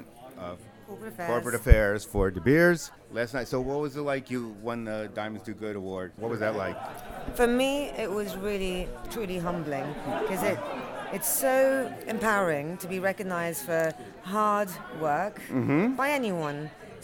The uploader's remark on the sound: interviews they conducted live on the JCK show floor